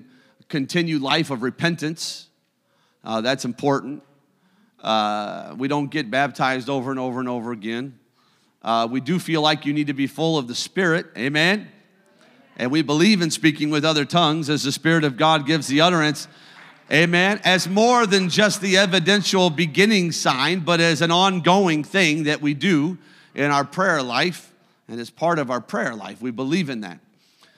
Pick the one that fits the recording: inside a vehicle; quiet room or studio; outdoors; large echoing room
large echoing room